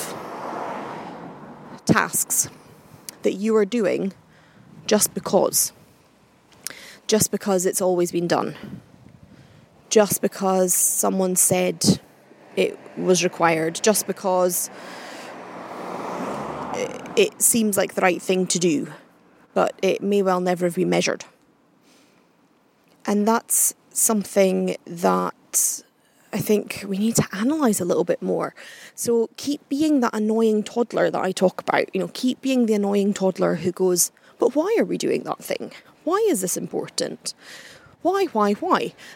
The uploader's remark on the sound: Doubling up on the podcasting today with a bit of a walk and talk!